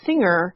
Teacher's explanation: you will hear people say singer without a G in the middle